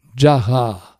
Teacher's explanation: le nom féminin jara avec la seconde syllabe longue, ce qui marque le féminin